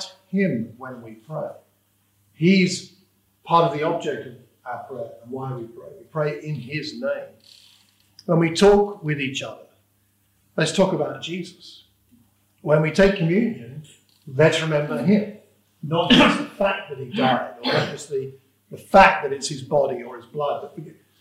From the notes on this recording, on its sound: This is a sermon preached for the Watford Church of Christ.